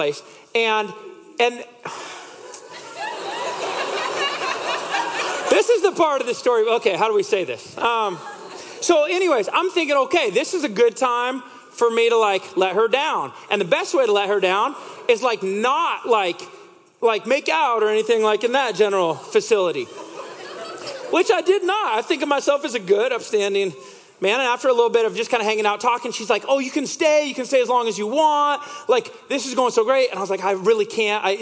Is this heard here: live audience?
yes